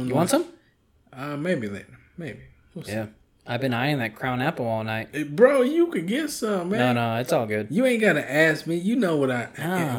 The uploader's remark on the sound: fully unedited and a weird echo